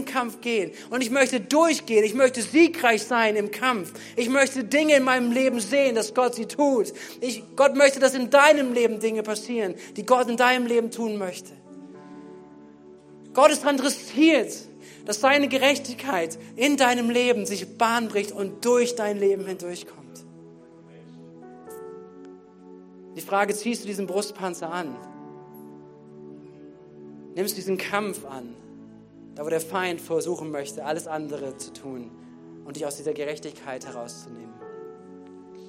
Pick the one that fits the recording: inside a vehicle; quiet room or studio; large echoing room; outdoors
large echoing room